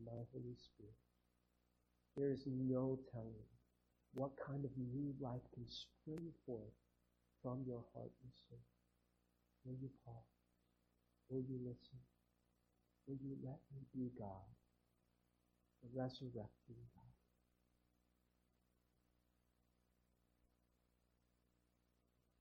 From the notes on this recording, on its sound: Sorry about the audio quality